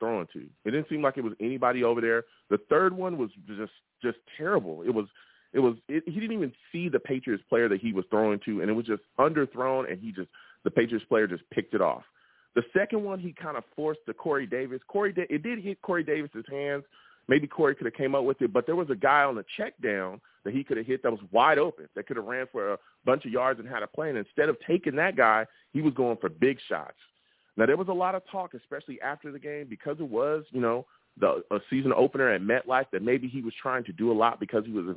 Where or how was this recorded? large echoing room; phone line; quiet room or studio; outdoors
phone line